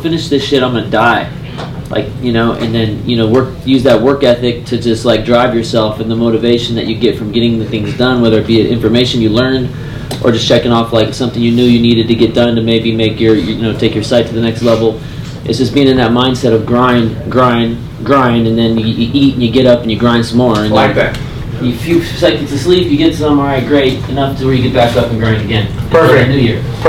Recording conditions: poor sound quality